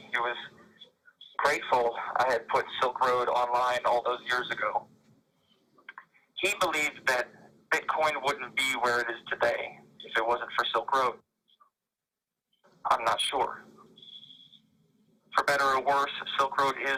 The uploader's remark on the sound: This was a recorded call that was shared at the end of Day One of the Miami 2021 Bitcoin Conference.